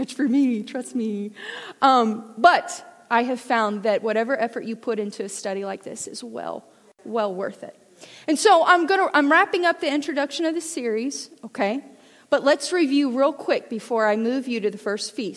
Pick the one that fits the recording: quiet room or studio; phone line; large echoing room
large echoing room